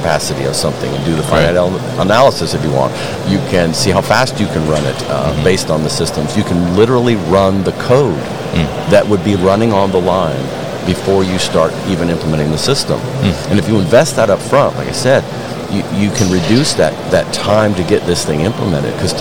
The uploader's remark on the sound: Siemens at MODEX 2022